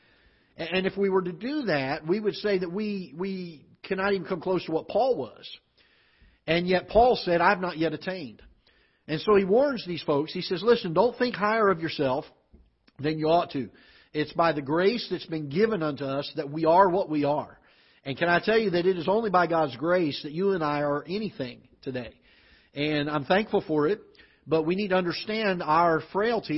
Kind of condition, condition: setting, large echoing room